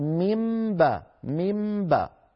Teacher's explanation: المشترك الثاني بين الميم التي انتقلنا إليها وبين الباء الآتية أنهما من المخرج نفسه، فانتقلنا من حرف لساني وهو النون إلى حرف شفوي وهو الميم، فصار نطقنا بميم ساكنة بعدها باء، والميم من الشفتين والباء من الشفتين · Term: القلب